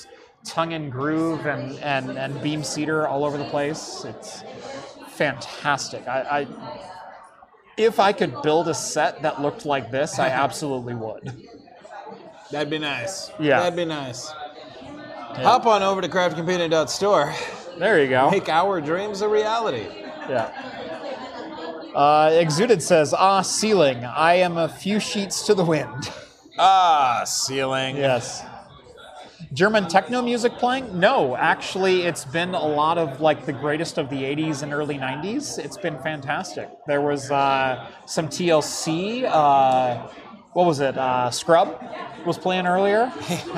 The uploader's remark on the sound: LIVE from Faultline Taphouse in Sunnyvale!